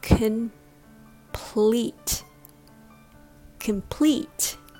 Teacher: The stress is on the second syllable, pleat. So the first vowel, com, is reduced to cum.